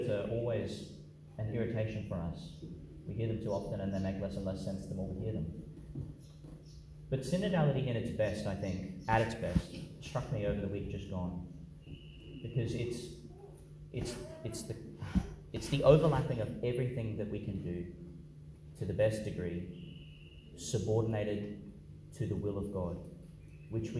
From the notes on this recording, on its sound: Homily for the Twelfth Sunday in Ordinary Time, delivered (at the morning Mass) in Our Lady Star of the Sea Church, Gladstone, Qld. Homily for the Twelfth Sunday in Ordinary Time, delivered (at the morning Mass) in Our Lady Star of the Sea Church, Gladstone, Qld.